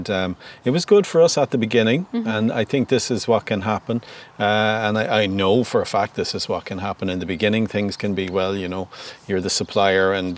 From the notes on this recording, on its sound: Venture outdoors and record this special episode, on-location in the farmyard at Green Earth Organics in Corrandulla, Co. Galway.